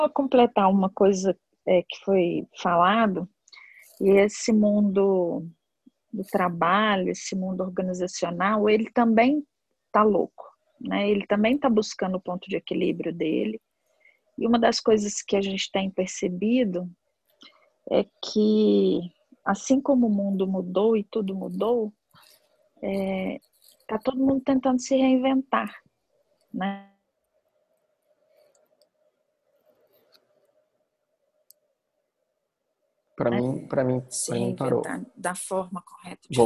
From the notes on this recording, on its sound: Online via Zoom